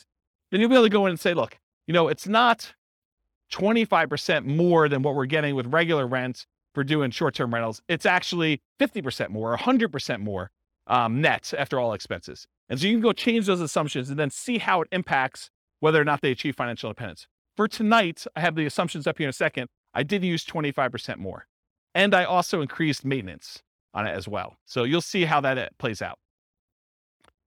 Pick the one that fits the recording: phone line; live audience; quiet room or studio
live audience